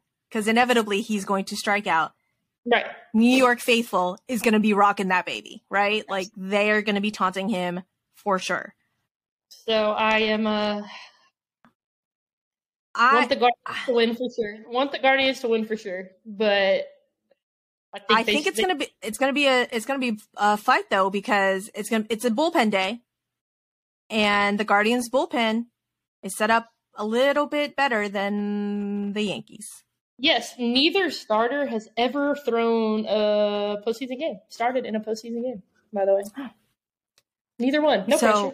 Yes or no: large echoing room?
no